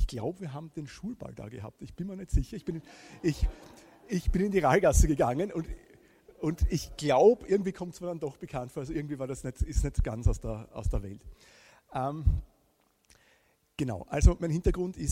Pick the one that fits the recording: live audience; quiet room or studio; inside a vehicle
live audience